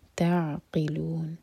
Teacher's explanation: عین ساکن پر جھٹکا نہ ہو اس لیے تھوڑا سا ٹائم دیں گے